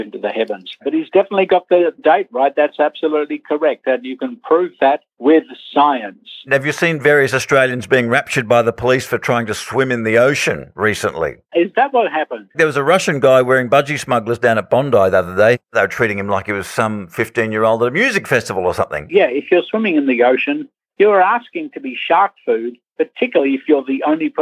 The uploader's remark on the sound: on the Bungaphone